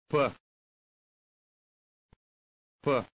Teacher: The Bulgarian letter P is pronounced like the English P, but without aspiration.